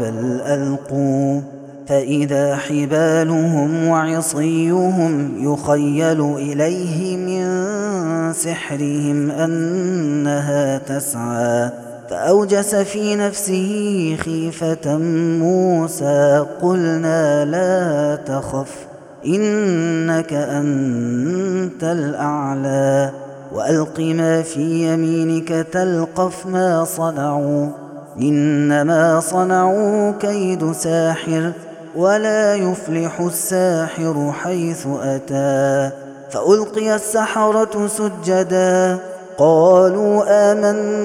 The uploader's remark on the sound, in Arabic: هذا التسجيل من صلاة التراويح